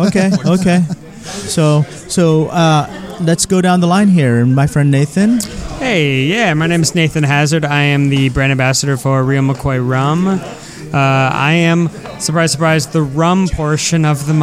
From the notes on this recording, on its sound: Today we record live from the 2nd Annual Orange County United States Bartenders Guild's Tiki Meeting hosted by Tiki Farm, the world's largest manufacturer of tiki mugs.